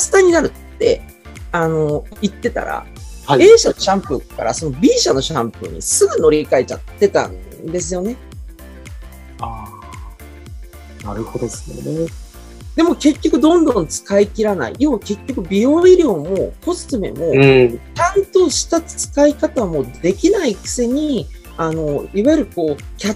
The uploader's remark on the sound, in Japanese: こちらの配信は2022年4月にLinkd In上で行われたライブイベント企画での収録となります。